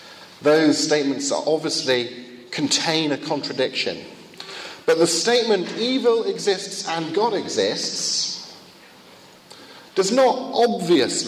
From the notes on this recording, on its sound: Second of two lectures at a conference in Finland